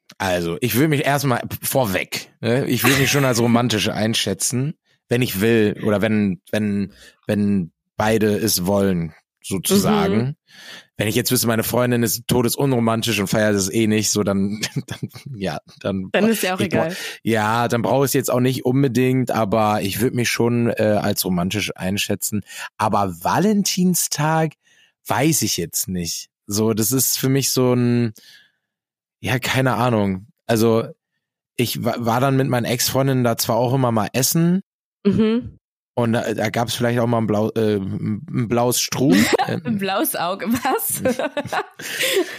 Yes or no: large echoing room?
no